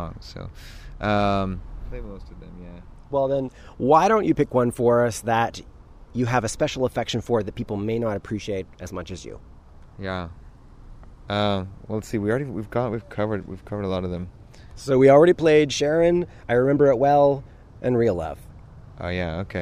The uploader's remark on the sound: When he visited Vancouver over this past summer. It was a beautiful summer evening outside the Biltmore and we chatted while watching people go about their evening routines. At one point, the interview was interrupted by three frisky dogs.